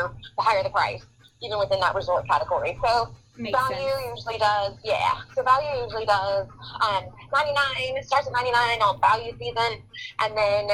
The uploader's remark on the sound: chats via phone